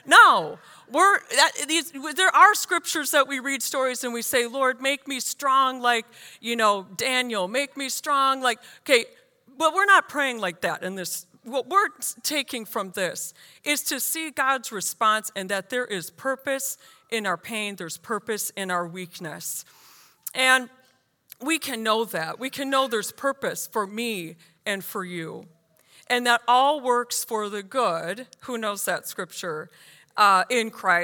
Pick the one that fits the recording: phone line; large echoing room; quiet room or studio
large echoing room